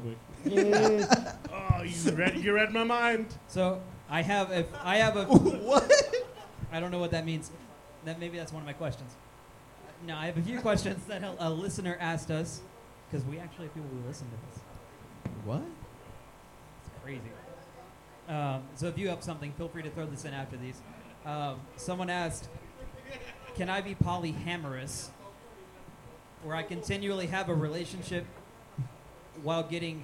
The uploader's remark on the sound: Go live from 10 Sports Bar and Grill and keep things loose.